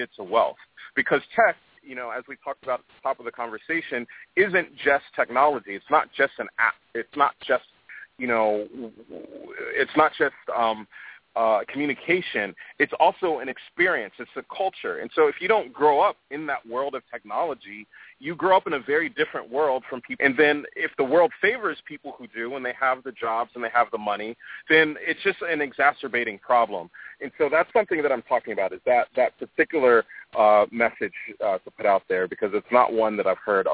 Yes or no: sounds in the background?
no